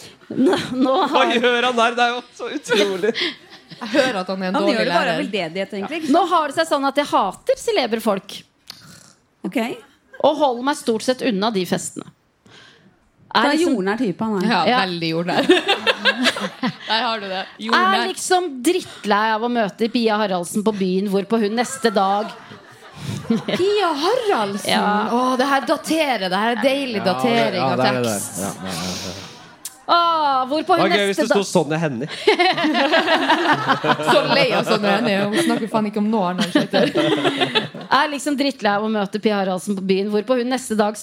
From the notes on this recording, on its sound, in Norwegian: live fra Parkteatret